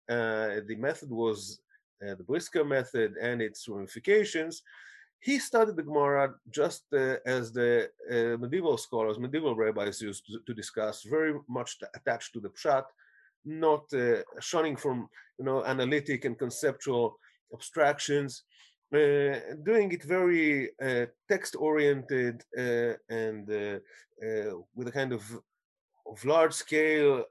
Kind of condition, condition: link, video call